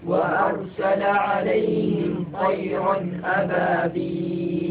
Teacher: نلاحظ الهمزة في كلمة وأرسل من أقصى الحلق